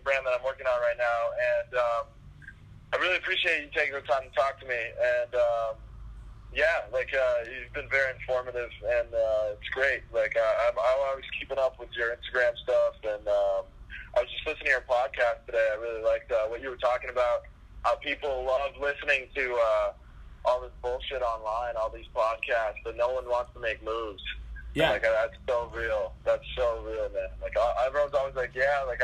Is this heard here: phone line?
yes